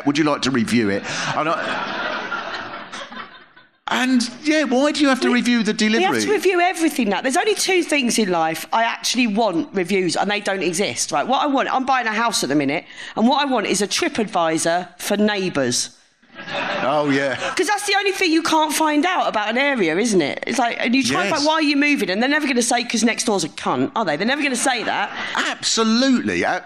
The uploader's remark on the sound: Live Special. A LIVE recording of the podcast.